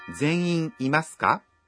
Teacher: Khi nói câu này, các bạn nhớ lên giọng ở cuối câu.